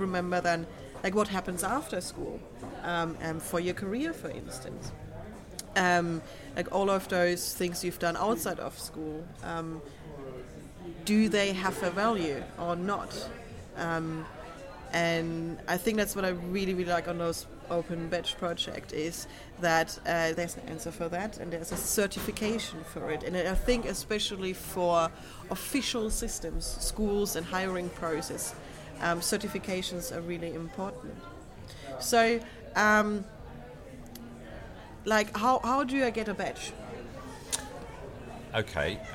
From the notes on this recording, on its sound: This interview was recorded at Mozilla Festival London 2013 for the #Airtime live event radio.